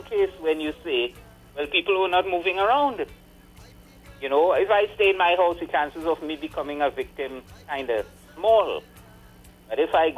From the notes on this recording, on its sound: we take more calls from the audience